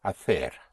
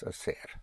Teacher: C before E and I, like hacer in Madrid and Castilian, in Spanish is pronounced like a TH, like an English TH · Shown in: first take